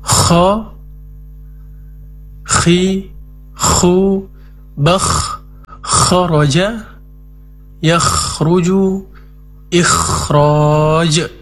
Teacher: Jelas sifat isti'la'nya, kemudian alirkan nafas dan suara, sifat hamas dan rukhawanya.